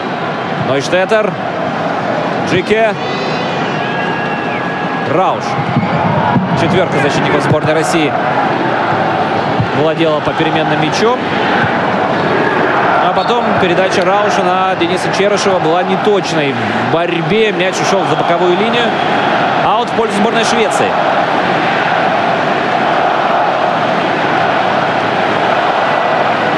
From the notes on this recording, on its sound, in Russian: Аудиозапись прямой трансляции матча сборных команд России и Швеции в рамках 3-го тура группового этапа Лиги наций с тифлокомментарием. Игра на стадионе «Калининград» сопровождалась тифлокомментарием, который транслировался в прямом эфире «Радио ВОС». Запись прямого эфира.